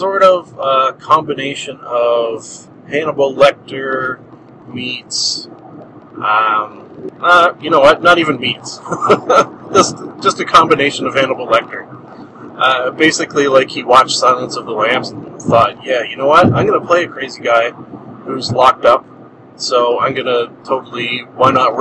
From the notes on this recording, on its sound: Somehow driving the missuss's's car effected the audio...